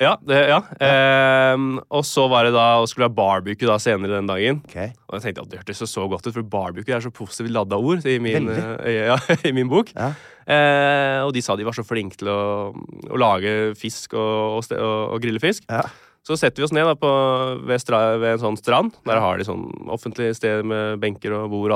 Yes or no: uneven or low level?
no